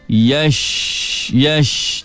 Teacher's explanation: Jadi jangan muncung mulut, jangan yosh, angin keluar banyak. Angin itu bertebaran dalam mulut. Perinciannya 2/3 dalam mulut, 1/3 sahaja keluar.